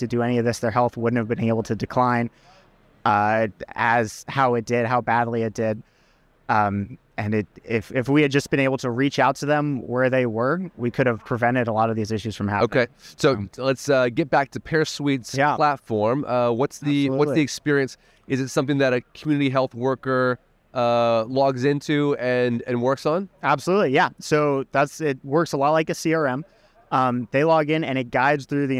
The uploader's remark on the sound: recorded at the ViVE 2023 conference in Nashville